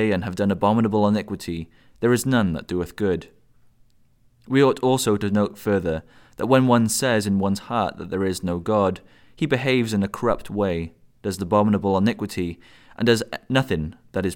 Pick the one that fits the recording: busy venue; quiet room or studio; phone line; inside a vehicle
quiet room or studio